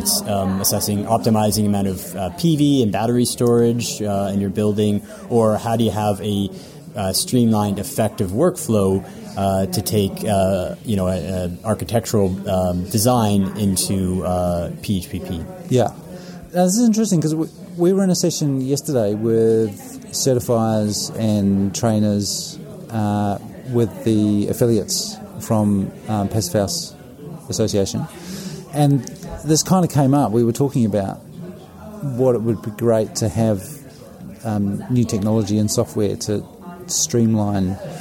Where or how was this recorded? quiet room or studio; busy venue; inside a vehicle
busy venue